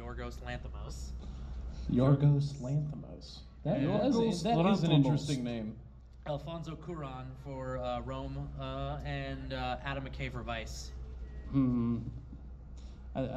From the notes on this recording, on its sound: Live at Farpoint. We're live from Farpoint 2019!